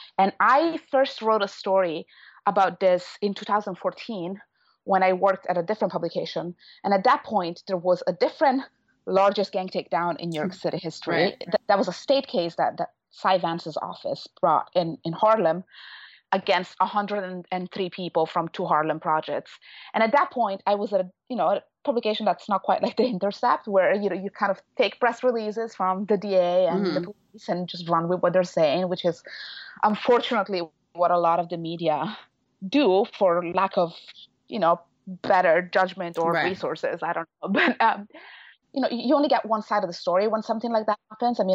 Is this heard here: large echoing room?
no